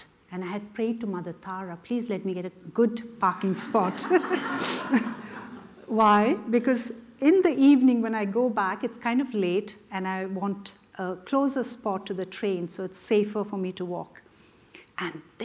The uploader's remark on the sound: The Rubin Museum of Art presents a weekly meditation session led by a prominent meditation teacher from the New York area, with each session focusing on a specific work of art. This podcast is recorded in front of a live audience and includes an opening talk and 20-minute sitting session.